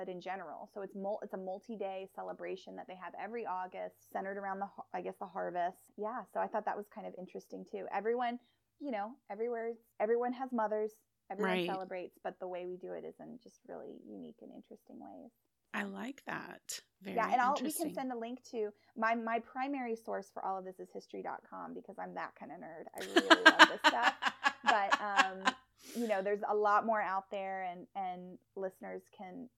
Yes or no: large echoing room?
no